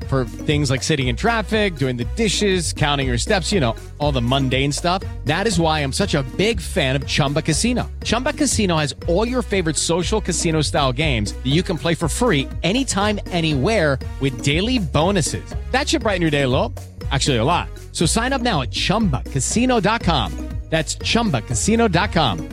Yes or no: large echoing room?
no